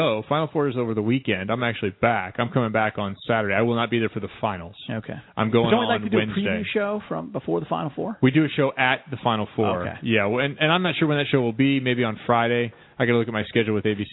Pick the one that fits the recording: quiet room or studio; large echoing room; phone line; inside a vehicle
phone line